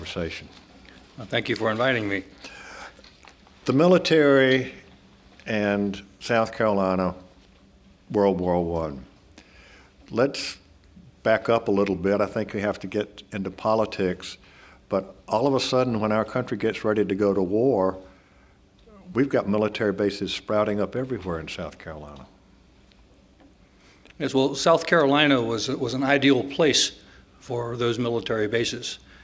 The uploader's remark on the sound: This public conversation was recorded as part of a series presented in January and February, 2018, and sponsored by the USC College of Arts and Sciences.